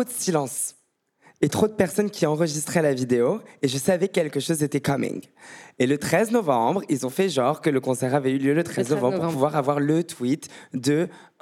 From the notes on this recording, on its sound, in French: Enregistré en direct au Paris Podcast Festival 2022 à la Gaîté Lyrique. A été enregistré en direct et devant le public du Paris Podcast Festival à la Gaîté Lyrique.